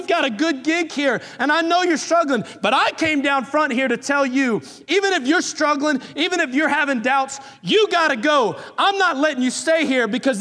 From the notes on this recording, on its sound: Recorded on July 29, 2018 at Graceland Baptist Church in New Albany, Indiana.